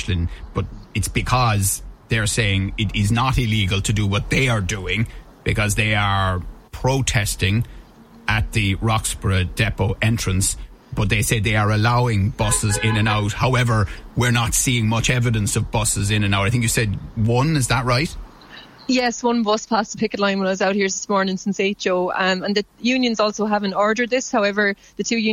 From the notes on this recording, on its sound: Bus Eireann workers stage protest in Limerick. Live from the Bus Eireann protest in Limerick City.